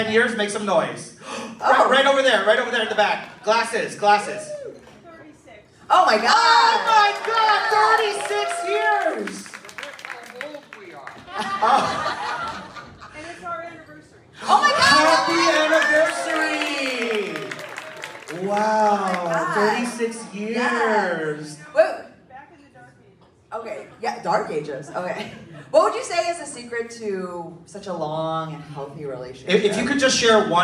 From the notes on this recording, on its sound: City Winery Pittsburgh Live.